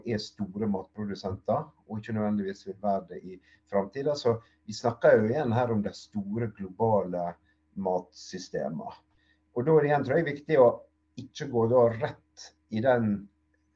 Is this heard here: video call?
yes